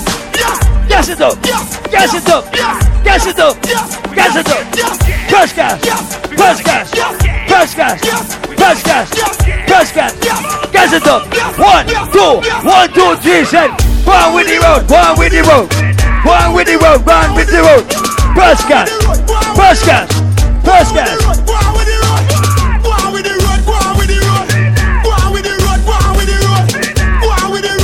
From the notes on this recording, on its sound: LIVE AT ISLAND SATURDAYS ON JAN 21ST.